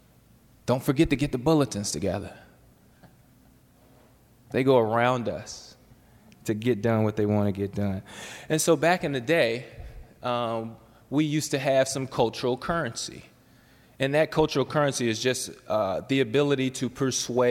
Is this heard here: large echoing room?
yes